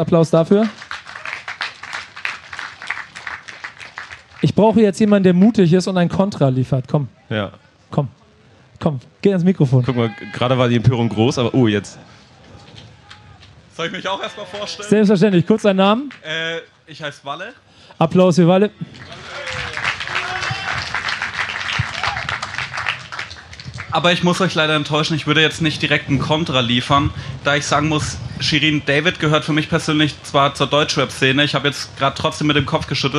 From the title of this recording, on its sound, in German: Der BACKSPIN Stammtisch live vom Splash! 22